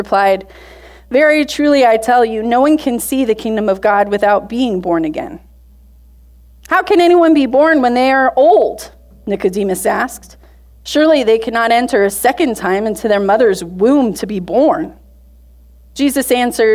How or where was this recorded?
large echoing room